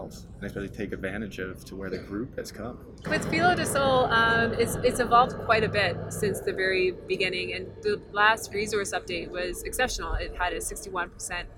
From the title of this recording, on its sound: On location in Beaver Creek